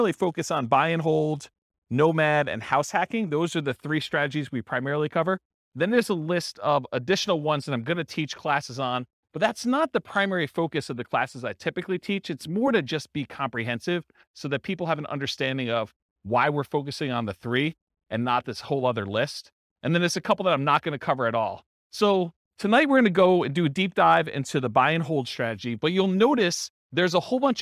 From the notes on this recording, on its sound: This was a live class recorded